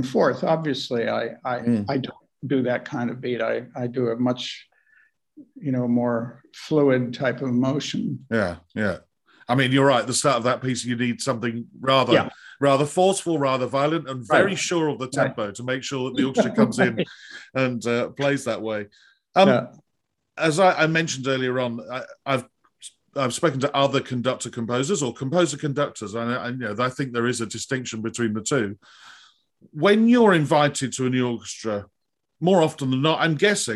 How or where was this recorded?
video call